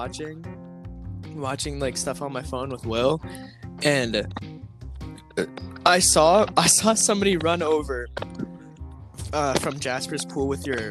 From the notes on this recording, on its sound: Sorry for the mic quality.